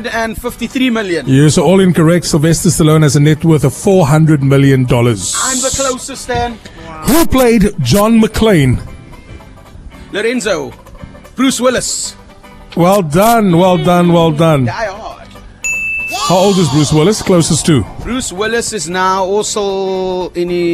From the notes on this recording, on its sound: on the road live from Curro DigiEd in Delft